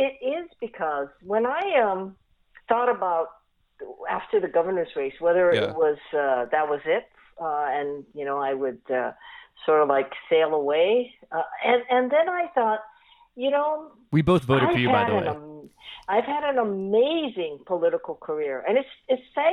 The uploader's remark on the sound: hop on the phone